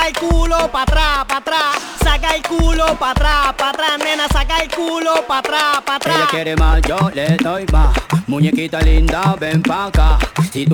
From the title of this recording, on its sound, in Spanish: … - BAR NEW YORK - AUDIO LIVE